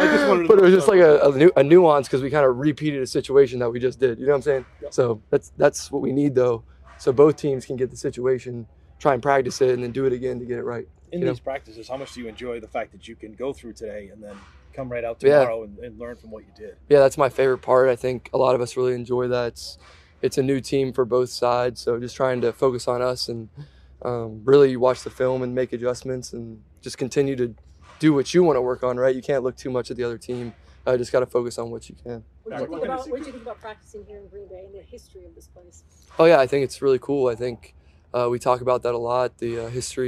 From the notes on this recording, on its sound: Addresses the media during his press conference following joint practices with the Green Bay Packers.